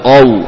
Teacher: Jika selanya wawu juga diusahakan tetap mufakhamah, tebal. Qau, ya, bukan kau.